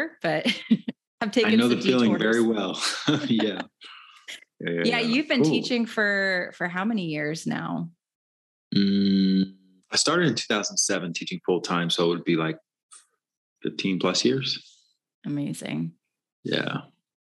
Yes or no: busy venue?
no